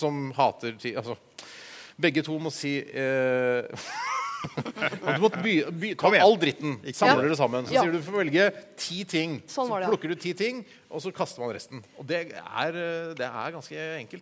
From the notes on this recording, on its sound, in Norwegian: Lørdagsrådet live fra Chateau Neuf. Opptak fra live-show på Chateau Neuf.